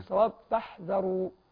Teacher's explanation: نخلص الحاء الساكنة من العين أو صوت العين